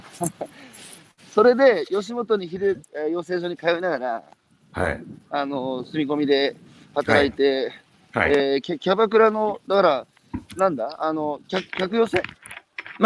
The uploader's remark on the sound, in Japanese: 歩きながら1時間、対談する